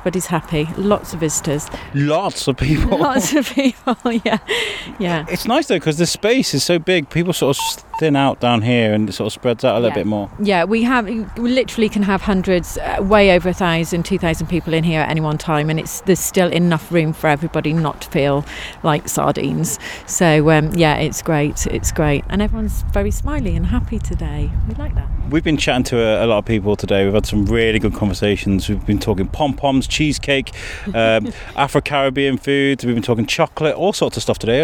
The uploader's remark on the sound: One of the best things for The Biscuit to do is to take a mic to an event and collect conversations with many people about many different things. Took a mic to the Shropshire Handmade & Creative event at Salop Leisure, Shrewsbury. We thought we'd come and take a walk around.